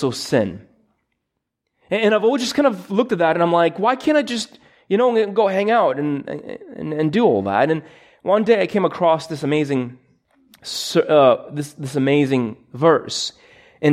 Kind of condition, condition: setting, large echoing room